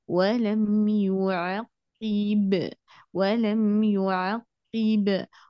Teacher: شوفي حبيبتي ما في خطأ، نقول ملاحظة، لأنك ما شاء الله متقنة ممتازة، بس تحتاجي إلى إتمام، لا تسرعي، أنت عندك قصور في الزمن، المفروض نعطي الضم حقها، ولم ثم نأتي الفتح حقها ثم نأتي بالكسر بحقها، قي ولم يعقب، ولم يعقب، معنا القاف شديدة، فنحتاج إلى نمسك الزمن شوي، صحيح إن هي شدة ما فيها زمان، لكن هي مشددة، فلذلك ما نقول قيب قيب، لا قيب قيب، شوفي هذا الزمن قيب، حبس طيب شوي الصوت، طيب نعم تمام.